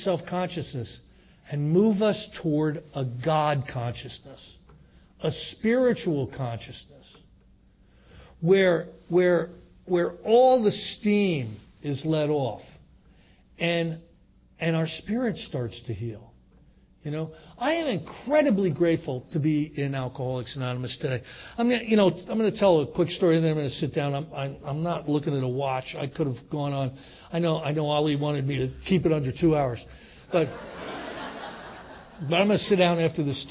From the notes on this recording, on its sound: gives a Step 1 talk at the 2023 Fellowship of the Spirit Conference